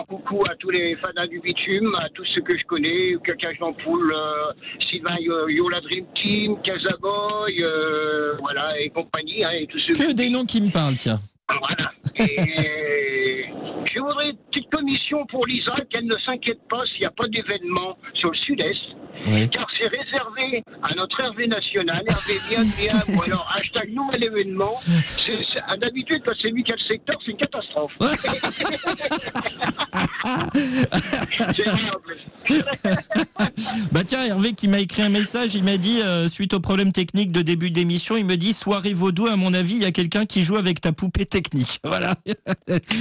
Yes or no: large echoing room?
no